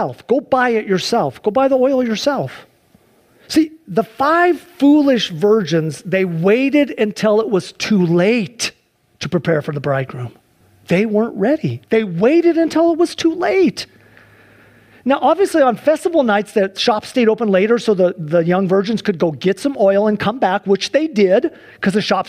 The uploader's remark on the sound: Sunday church service livestream